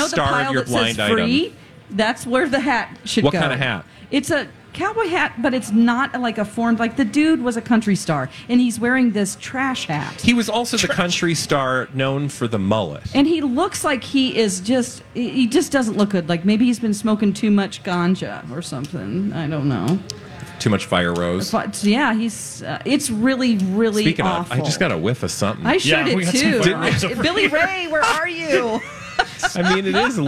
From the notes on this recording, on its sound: live from the Minnesota State Fair!